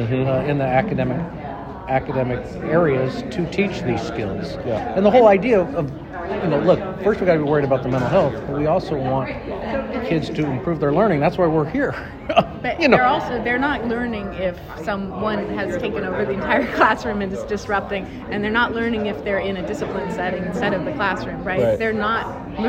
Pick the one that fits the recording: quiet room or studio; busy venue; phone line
busy venue